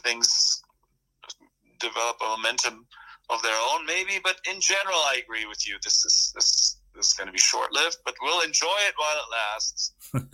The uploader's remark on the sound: Via telephone. While he was hiking in the grand canyon.